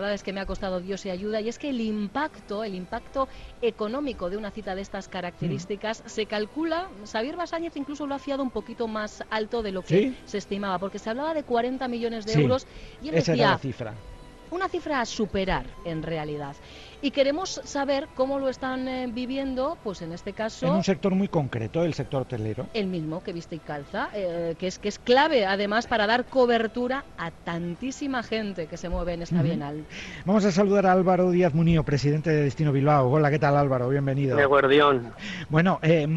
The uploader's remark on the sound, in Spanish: Hoy ha abierto sus puertas en el BEC de Barakaldo la XXX edición de la Bienal de Máquina Herramienta y Euskadi Hoy Magazine lo ha vivido en directo con la compañía de algunas de nuestras empresas allí presentes.